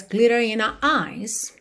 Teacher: in our eyes fica aqui com uma leve pausinha, né, para não fazer our eyes